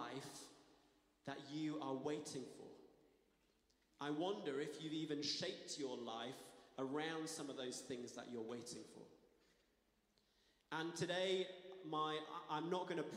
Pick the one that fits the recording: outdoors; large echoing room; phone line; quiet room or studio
large echoing room